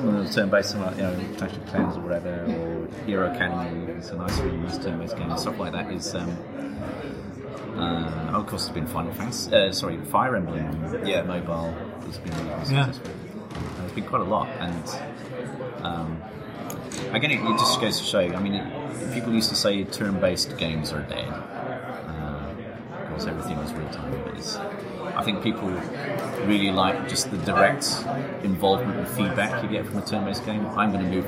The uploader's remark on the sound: While we were at Rezzed we recorded a series of short, informal chats with interesting gamespeople.